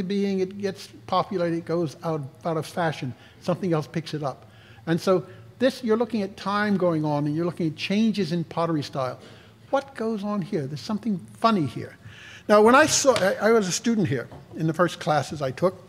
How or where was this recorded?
large echoing room